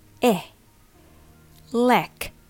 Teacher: This covers the first two syllables. The first E is a schwa sound, but the lek part has the short E sound